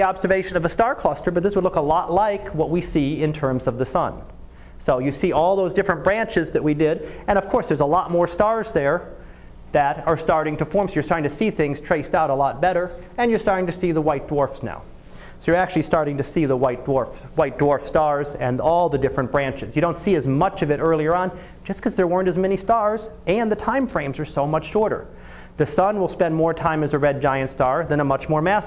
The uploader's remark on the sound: Live Class Lecture